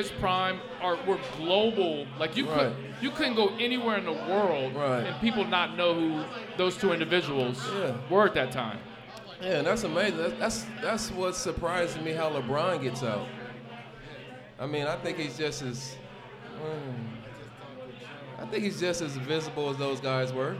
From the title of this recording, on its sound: LIVE at Mio’s